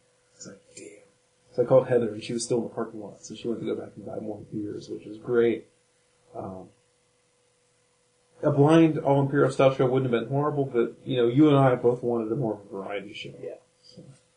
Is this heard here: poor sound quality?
yes